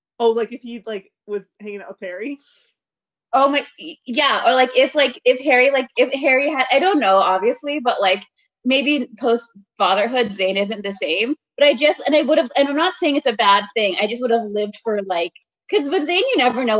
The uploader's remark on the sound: We would apologize for all technical glitches